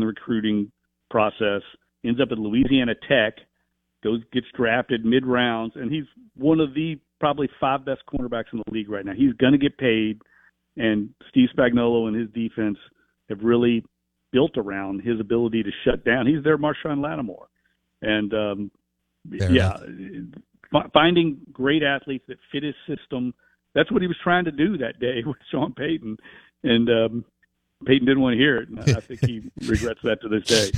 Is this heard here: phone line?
yes